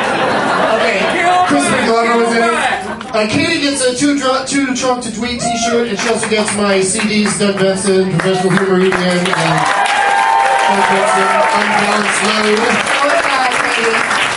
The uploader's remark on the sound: special edition podcast recorded live at The Del Close Marathon 2010 at UCB-NY